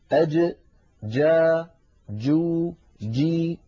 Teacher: مخرج الجيم من هنا من وسط اللسان وليس من طرف اللسان، من وسطه هنا.